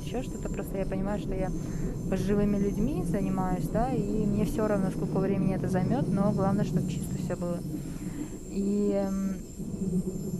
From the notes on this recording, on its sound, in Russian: После утренней смены в поезде рассказываю о своём дне. Несмотря на качество звука и уставшей, но все же счастливой меня, решила поделиться своими впечатлениями после работы.